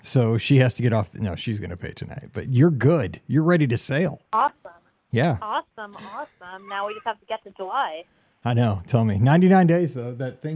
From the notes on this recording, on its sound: This is the Live Call-in Show from this past Sunday night.